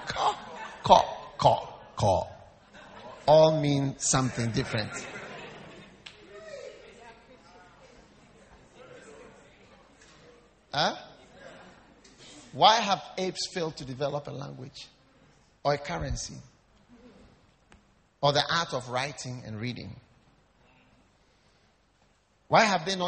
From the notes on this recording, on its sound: Preached at the First Love Church, Valley View University